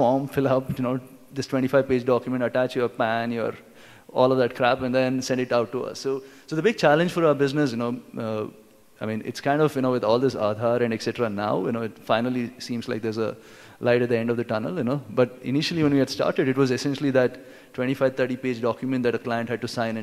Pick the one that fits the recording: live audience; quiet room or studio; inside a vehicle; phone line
live audience